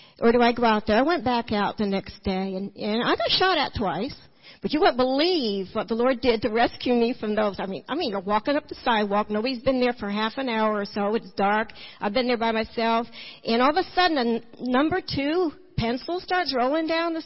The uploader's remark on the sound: Recorded at New Hope Church in Kodak, Tennessee in 2012.